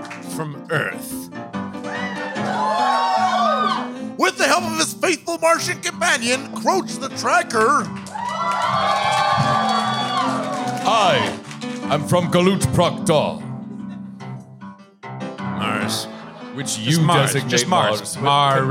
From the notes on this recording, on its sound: LIVE! Sparks Nevada, Marshal on Mars. SF Sketchfest 2020.